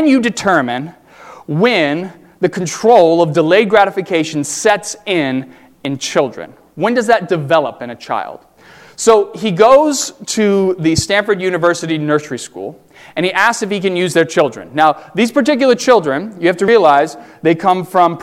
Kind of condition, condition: setting, large echoing room